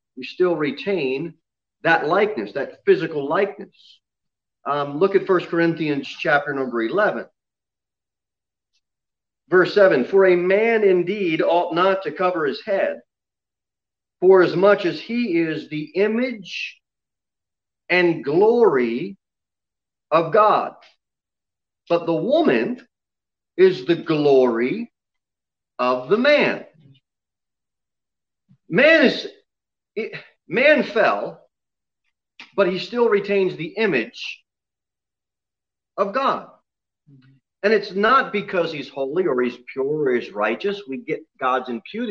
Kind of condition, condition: setting, large echoing room